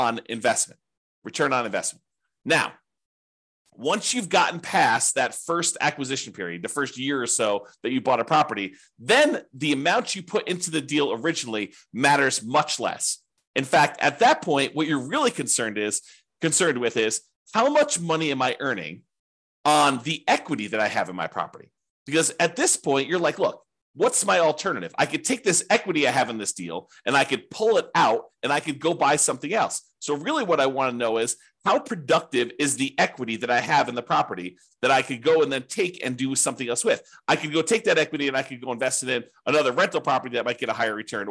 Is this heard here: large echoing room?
no